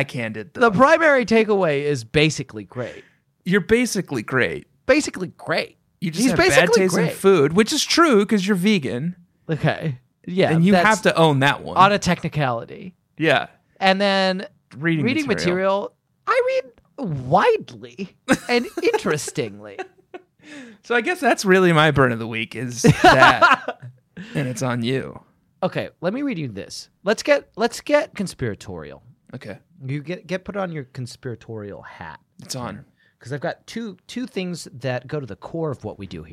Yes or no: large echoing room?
no